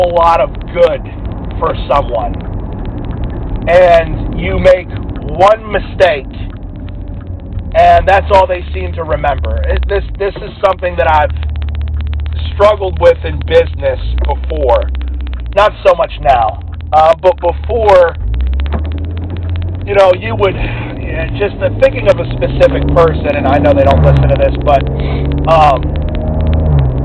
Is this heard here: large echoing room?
no